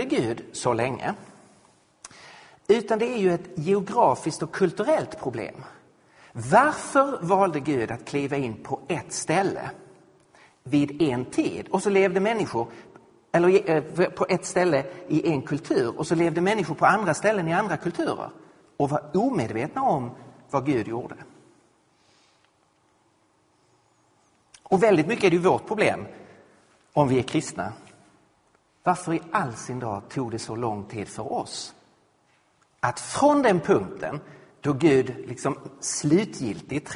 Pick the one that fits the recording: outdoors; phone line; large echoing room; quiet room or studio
large echoing room